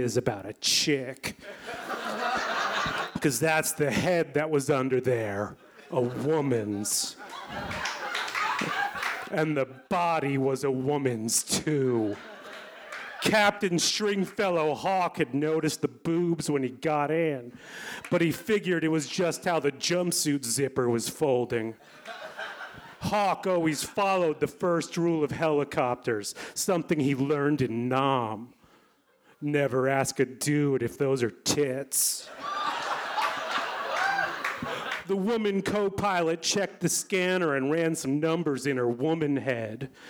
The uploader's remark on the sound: Recorded June 17 at the Davis Square Theater in Somerville, MA.